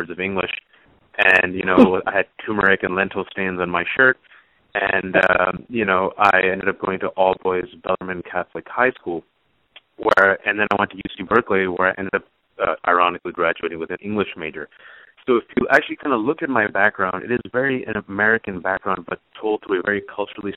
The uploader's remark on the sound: You're listening to KLX Berkeley at 90.7 FM. Coming at you from the Public Affairs Department here at Calex. Joined us via phone.